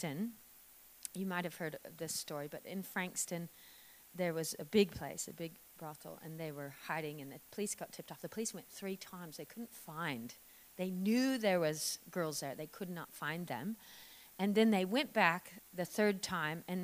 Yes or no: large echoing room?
yes